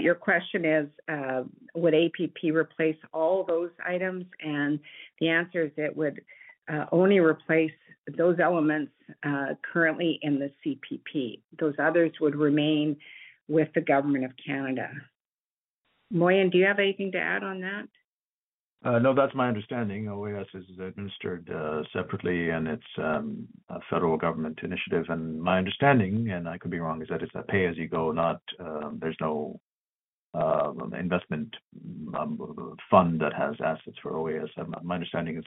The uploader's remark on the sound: Central Alberta Telephone Town Hall